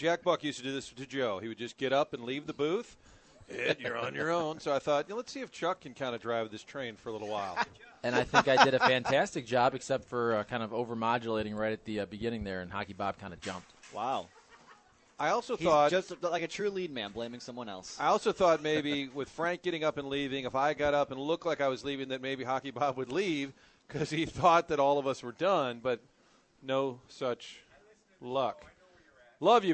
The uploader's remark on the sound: Broadcasting live from Schnucks off Lemay Ferry.